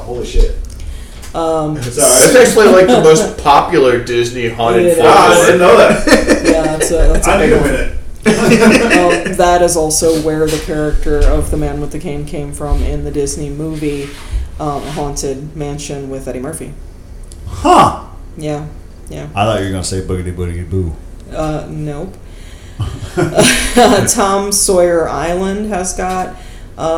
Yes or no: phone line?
no